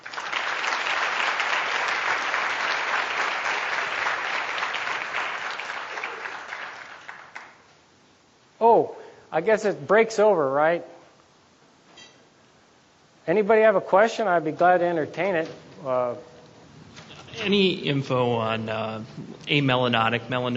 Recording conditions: live audience